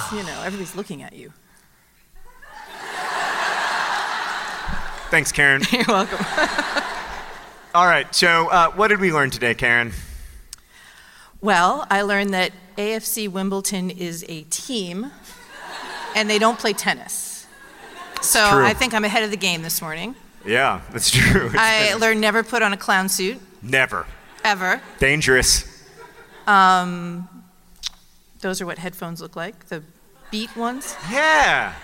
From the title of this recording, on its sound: Live from NerdCon: Stories